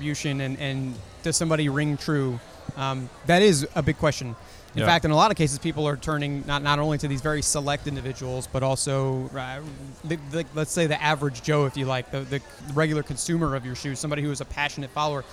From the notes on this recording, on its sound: joins me live on the floor at New York Advertising Week